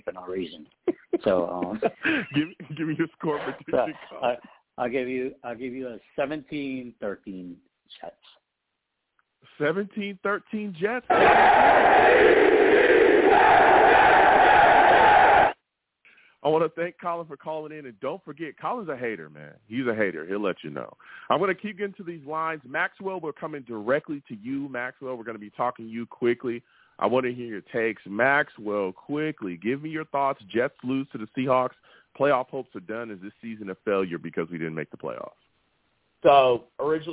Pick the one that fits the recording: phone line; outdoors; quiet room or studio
phone line